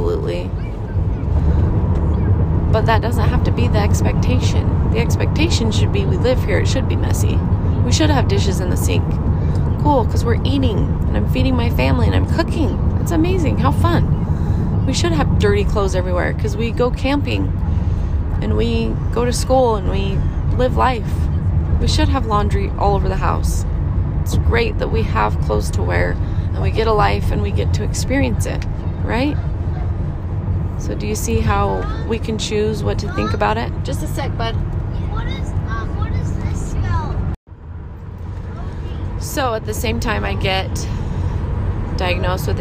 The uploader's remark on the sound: in the car with my kids